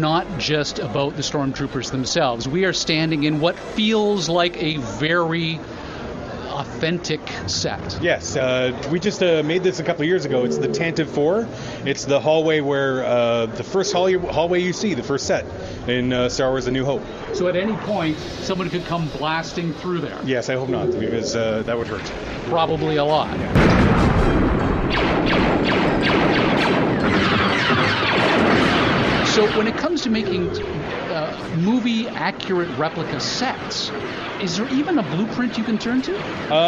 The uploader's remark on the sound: Live on Location at Fan Expo 2018